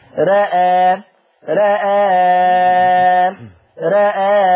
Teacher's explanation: عشان كده بقول نلاحظ ان لفظ رأى وقع بعده حرف متحرك. اذا الحكم هيكون تقليل الراء والهمزة مع تثليث البدل سواء وقفت أو وصلت